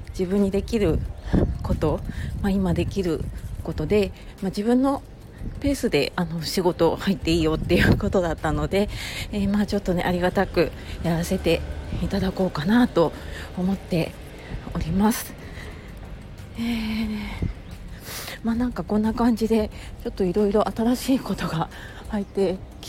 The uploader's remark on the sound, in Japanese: 外で歩きながらの収録だったので、息切れしながら聞き苦しくてすみません。